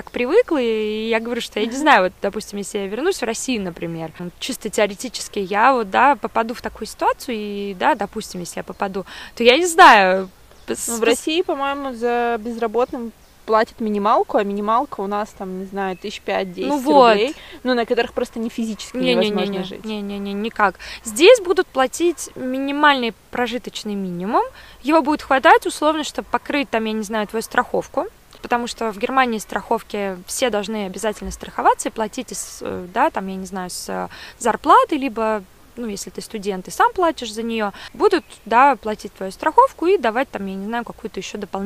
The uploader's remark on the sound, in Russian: Выпуск записывался в парке, поэтому на фоне поют птички и иногда пробегают собачки